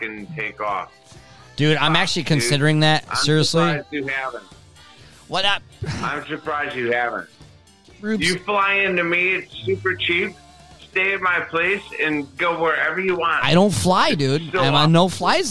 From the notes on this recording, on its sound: Seat #2 virtually. Cricket phone connections.